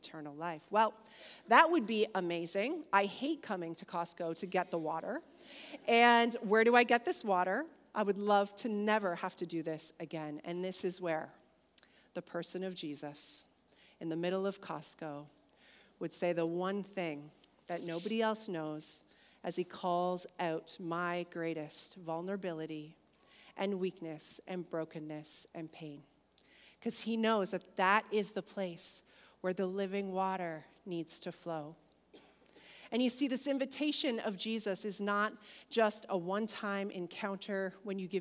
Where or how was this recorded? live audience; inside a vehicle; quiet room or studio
live audience